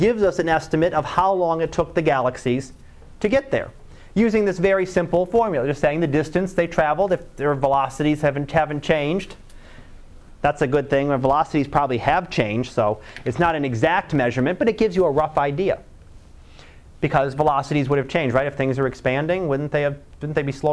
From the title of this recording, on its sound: Live Class Lecture